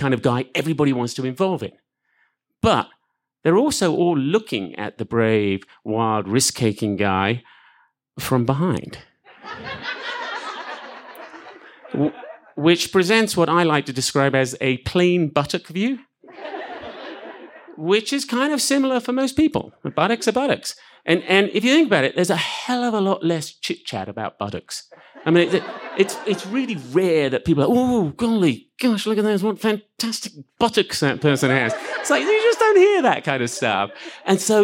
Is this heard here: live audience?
yes